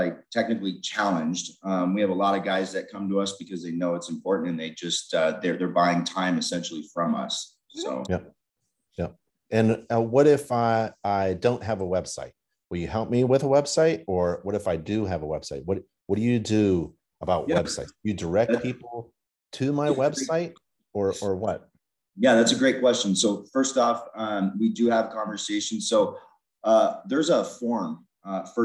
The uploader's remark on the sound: free live InterNACHI Webinar